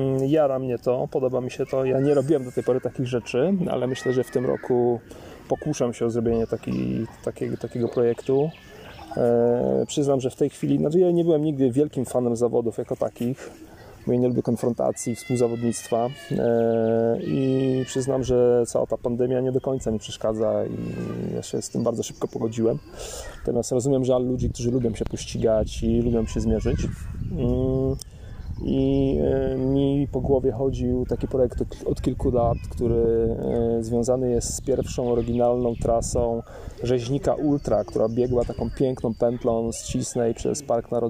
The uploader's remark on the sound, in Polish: Live z Dziewiczej Góry